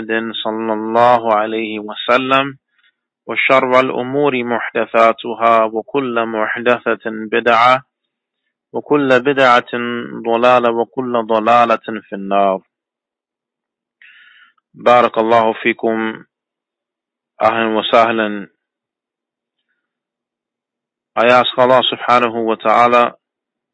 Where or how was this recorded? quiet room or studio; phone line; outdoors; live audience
phone line